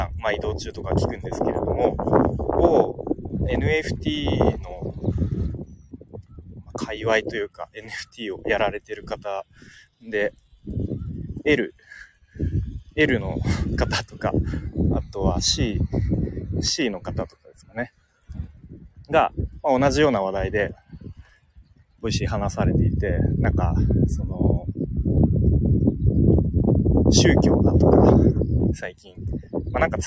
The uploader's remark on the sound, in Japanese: 歩きながら公開収録をしました。